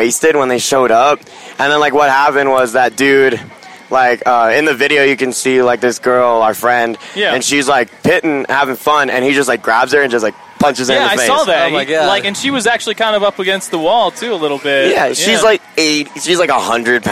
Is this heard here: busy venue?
yes